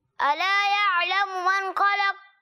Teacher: تو جب آپ یہاں پر وقف کریں گے تو قاف ساکن ہو جائے گا، تو قاف میں آواز لوٹتی ہوئی محسوس ہونی چاہیے۔ · Term: قلقلہ